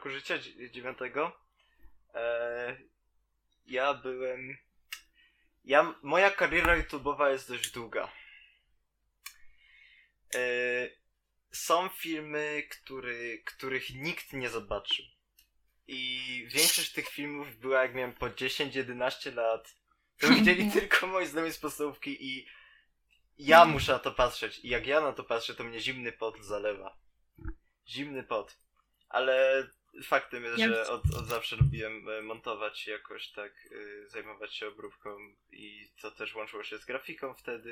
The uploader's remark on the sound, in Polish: Przepraszamy za problemy dźwiękowe.